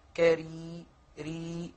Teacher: راء لا يستعلي بها أقصى لسان، ولا تفخم، ولا نسمع لها صوت التفخيم · Term: الراء المكسورة